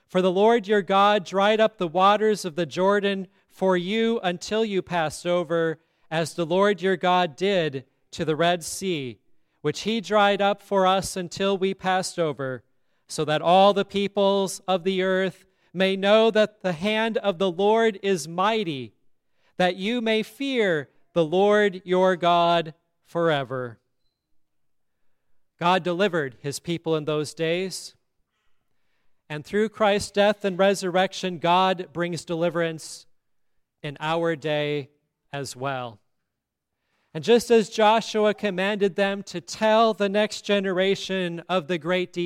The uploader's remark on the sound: the Easter Service at Grace Lutheran Church, Lexington, MO.